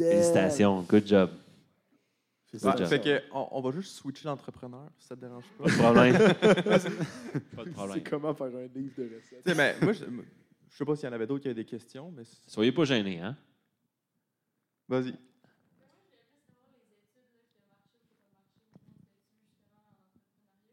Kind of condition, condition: setting, live audience